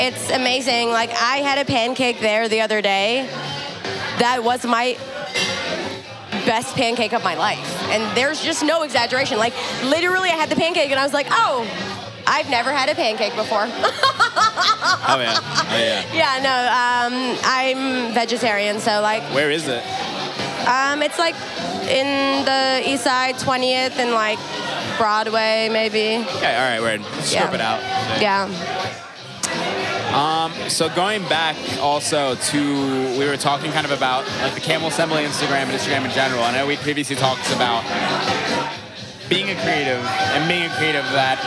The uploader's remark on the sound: Kinfolk 90 in Brooklyn, NY. Basslines & Banter is a visual podcast that is recorded live at the party which shares the same name.